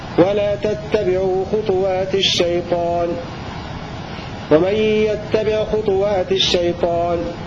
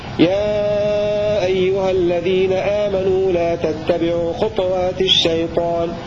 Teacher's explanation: بإسكان الطاء مع القلقلة · Shown in: second take